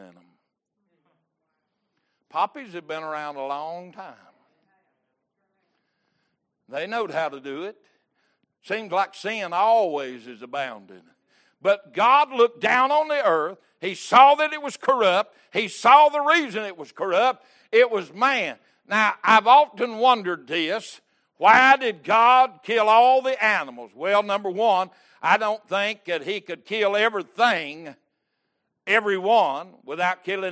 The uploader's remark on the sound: Wednesday Evening Service